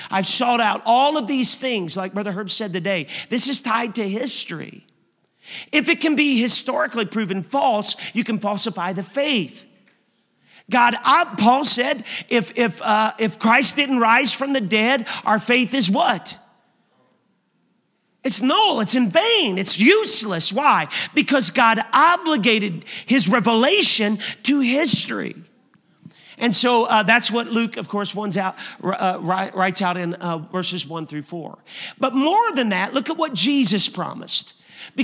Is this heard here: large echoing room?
yes